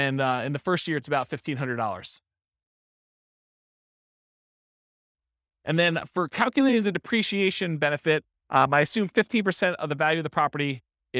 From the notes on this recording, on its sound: This was a live class recorded